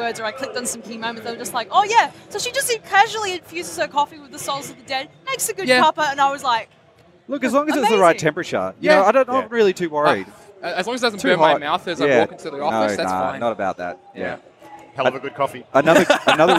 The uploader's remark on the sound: LIVE at PAX Australia 2018. Fresh from the showfloor of PAX Australia 2018. Stepped up to the Mic at the Audio Technica podcast booth on the show floor.